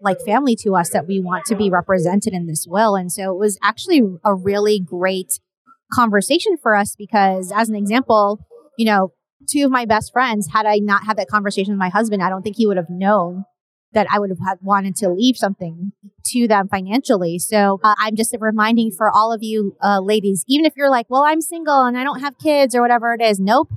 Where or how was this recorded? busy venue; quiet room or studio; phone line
busy venue